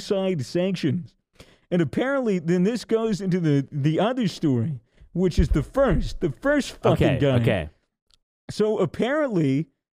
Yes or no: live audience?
no